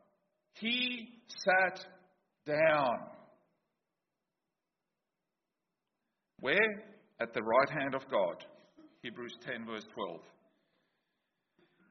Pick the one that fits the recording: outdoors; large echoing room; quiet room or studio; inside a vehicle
large echoing room